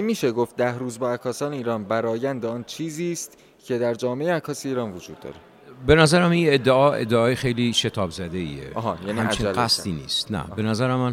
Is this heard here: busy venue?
yes